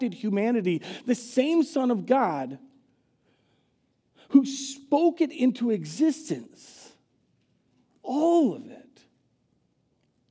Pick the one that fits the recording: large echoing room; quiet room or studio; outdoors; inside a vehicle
large echoing room